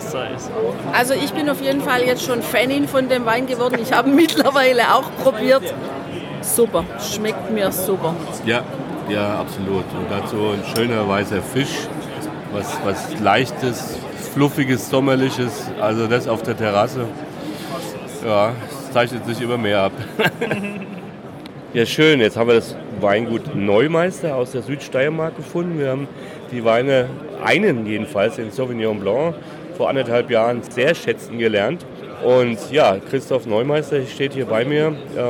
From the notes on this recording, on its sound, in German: ProWein Special. Live von der weltgrößten Weinmesse „ProWein“.